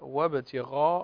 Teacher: فتفخم الغين، الغين هنا تفخيمها من الدرجة الأولى لأنه مفتوح وبعدها بعده ألف، مفتوح وبعده ألف، فهو تفخيم من الدرجة الأولى.